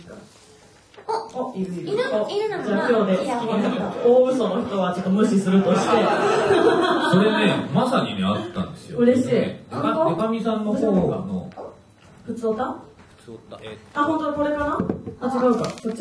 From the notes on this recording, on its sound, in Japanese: 今週は100回突破記念公開収録の模様をお届け！